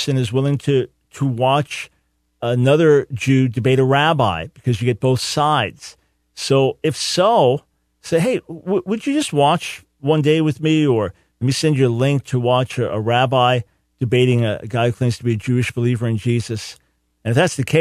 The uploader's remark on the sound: Opens the Phones